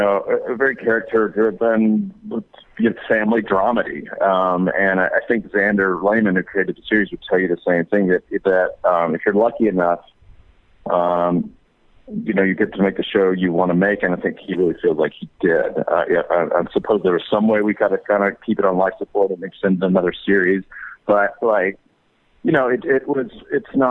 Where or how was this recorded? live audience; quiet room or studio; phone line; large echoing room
phone line